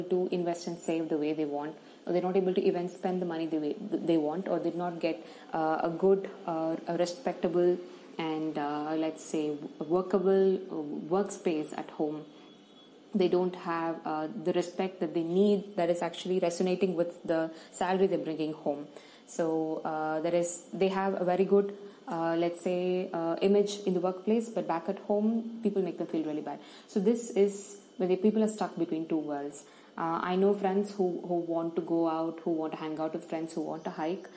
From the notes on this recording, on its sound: please excuse the background noise!!